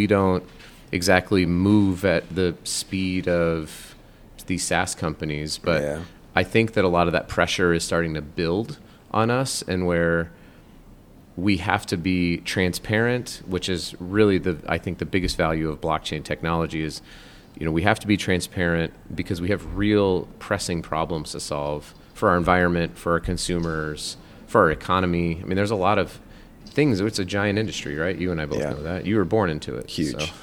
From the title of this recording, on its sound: LIVE at Cosmoprof